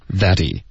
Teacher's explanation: he 的 h 的音会省略同时特的音在美式的发音特的音会浊化